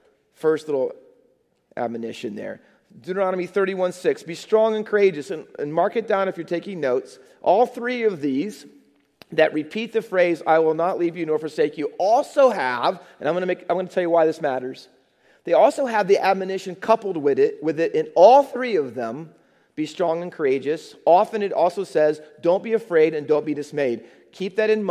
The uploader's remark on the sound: Faith Baptist Church in Hamilton, NJ.